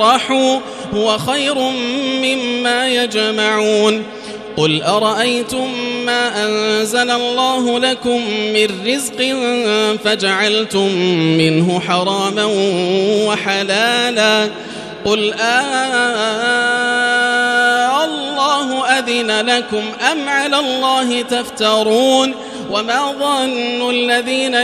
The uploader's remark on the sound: Live Recitation from Masjid ul-Haram in Al-Makkah Al-Mukarramah